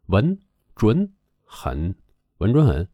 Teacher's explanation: 就是前两个三声变二声啊